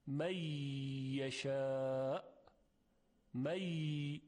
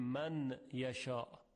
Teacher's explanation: نون در حرف یا ادغام میشه · Shown in: first take · می یشاء، می، دیگه نمیگیم من یشاء، می یشاء.